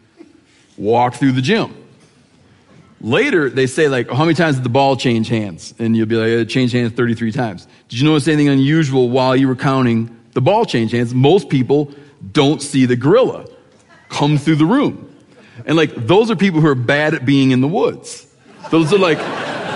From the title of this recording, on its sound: Live from Bozeman